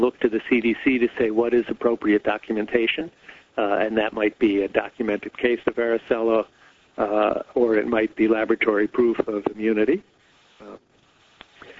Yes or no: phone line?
yes